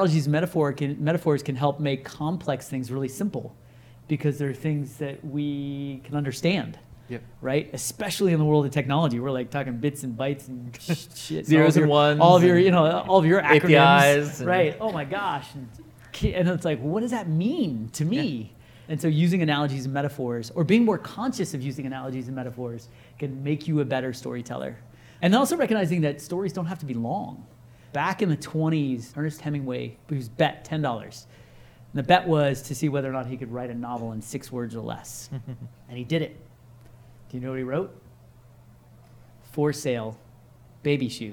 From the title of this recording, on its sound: Live at INBOUND16